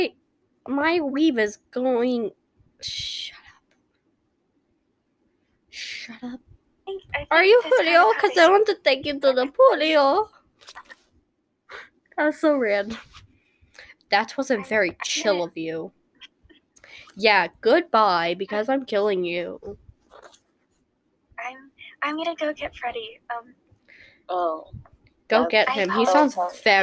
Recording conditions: uneven or low level